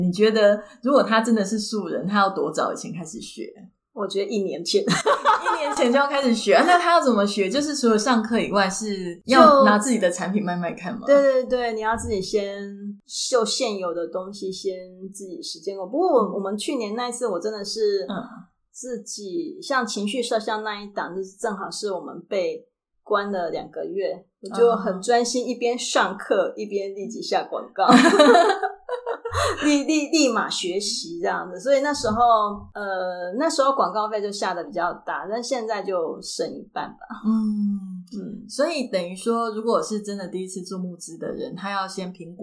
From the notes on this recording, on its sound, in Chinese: 今天到調香工作室。因為訪談處回音較大，聲音有些不同，請多包涵。